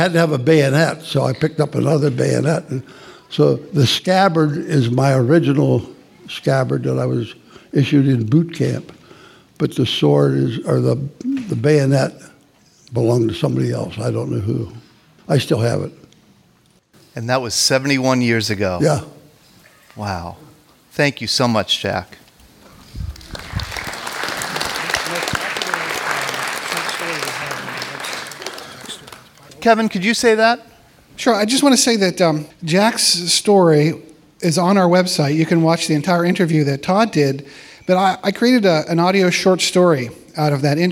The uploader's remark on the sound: recorded live on March 29, 2016 at Christ United Methodist Church in Bethel Park, Pennsylvania.